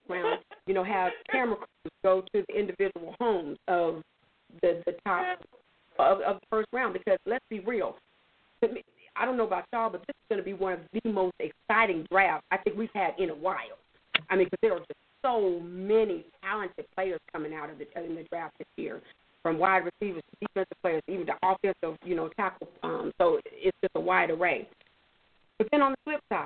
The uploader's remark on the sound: Your phone calls, comments, questions.